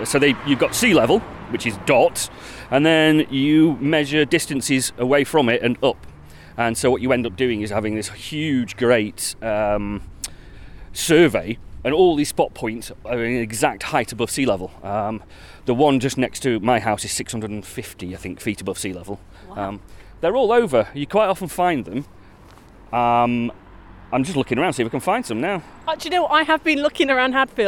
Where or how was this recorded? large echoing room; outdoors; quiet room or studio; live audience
outdoors